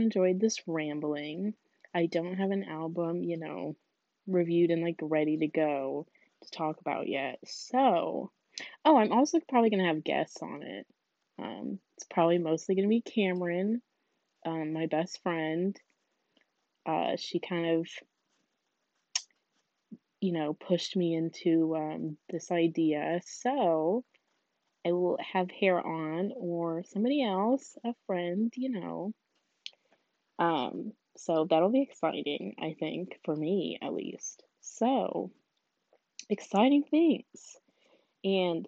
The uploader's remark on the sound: I apologize for mic quality and me sounding tired, it was midnight and i decided to just post something before i forget.